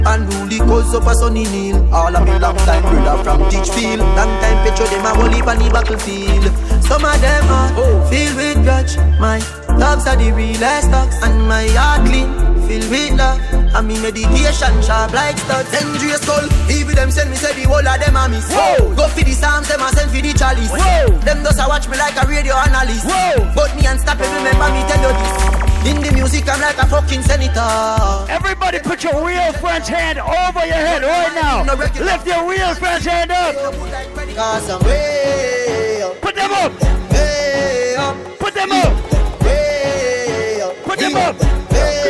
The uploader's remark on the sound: LIVE AT ISLAND SATURDAYS